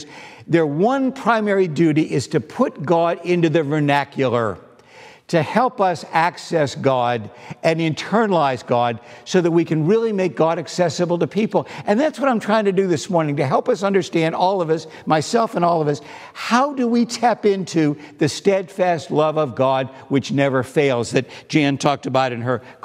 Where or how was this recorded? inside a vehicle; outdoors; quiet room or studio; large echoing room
large echoing room